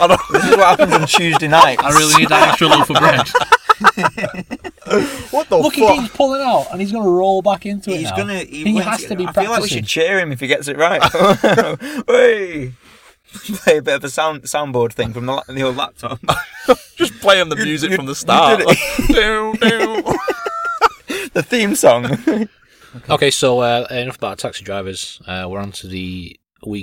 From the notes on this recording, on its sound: get together in the car once again